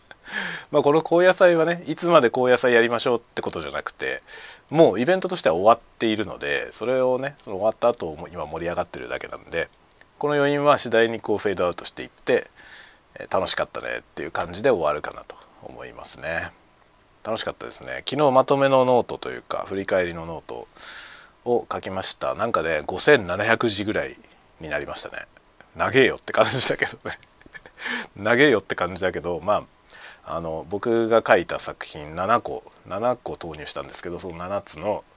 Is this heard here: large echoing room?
no